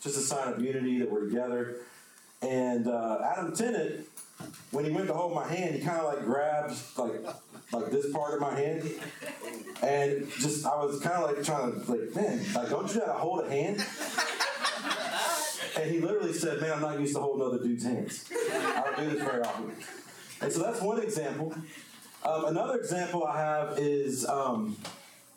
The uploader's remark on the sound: The sermon was preached on 09-04-22.